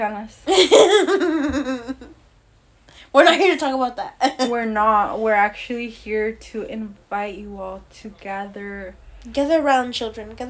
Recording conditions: sounds in the background